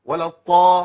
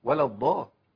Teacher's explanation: مشهور في مصر ابدال الضاد بطاء · Shown in: first take · ومشهور في دول الخليج ابدال الضاد بضاء.